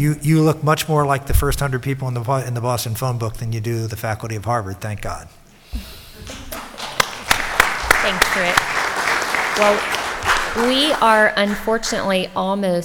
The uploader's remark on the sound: in front of a packed room of state legislators at a 2021 conference in San Diego